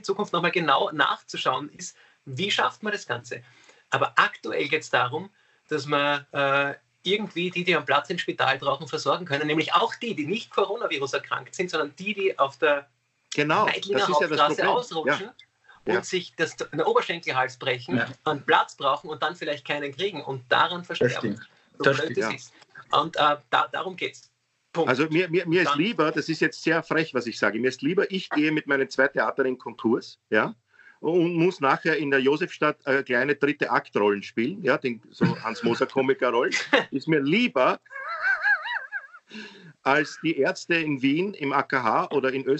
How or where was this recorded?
video call